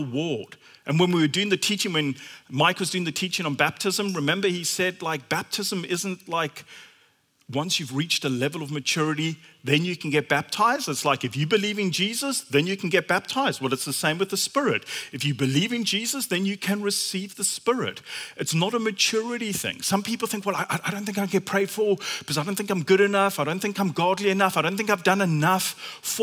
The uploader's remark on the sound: at Common Ground Church Rondebosch on the 17th of May 2023